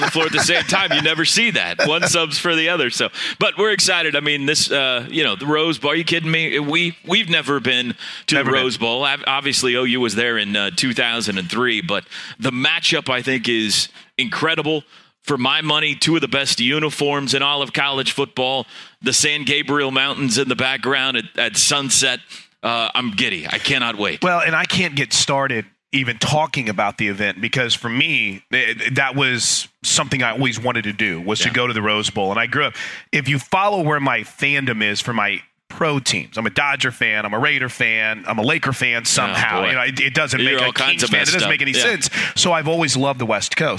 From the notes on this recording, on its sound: The podcast version of the LIVE show from Rudy's.